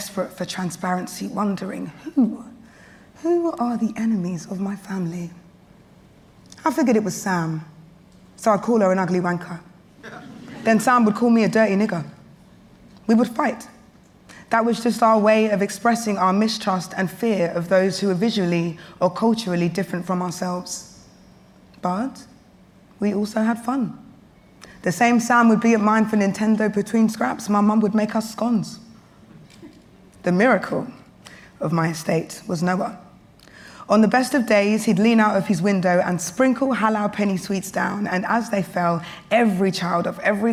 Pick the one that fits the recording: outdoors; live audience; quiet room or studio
live audience